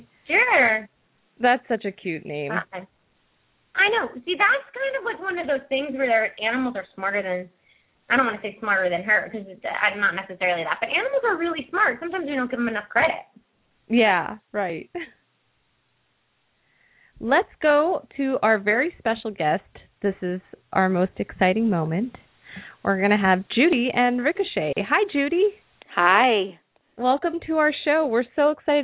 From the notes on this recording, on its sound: open up the lines for listeners to call